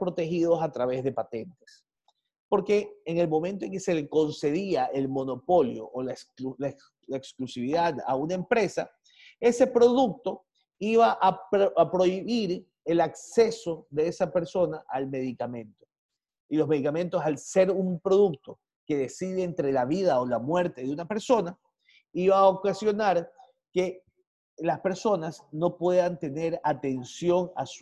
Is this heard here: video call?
yes